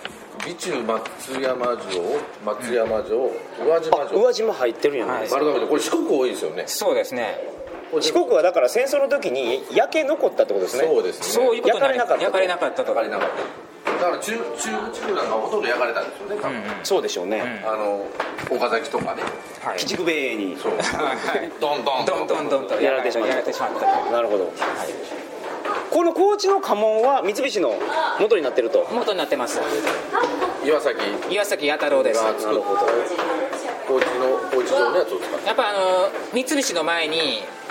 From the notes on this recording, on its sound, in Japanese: 高知県の観光スポットでロケ収録その２（高知市立自由民権記念館、高知城）。高知県の観光名所に実際に行って収録をするという企画その２です。